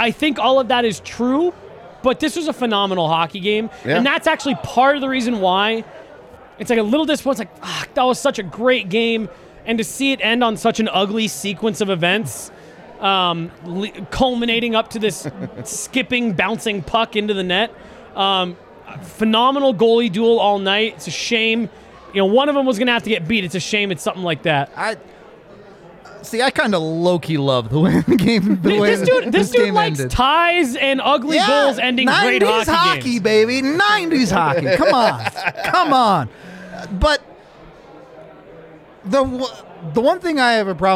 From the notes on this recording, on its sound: LIVE from the DNVR Bar